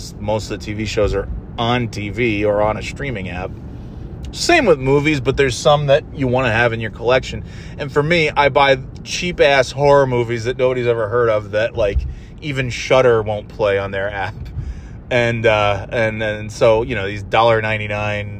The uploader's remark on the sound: Just driving around and talking about whatever